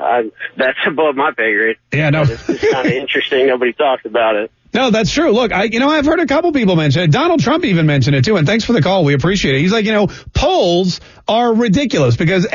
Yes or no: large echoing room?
no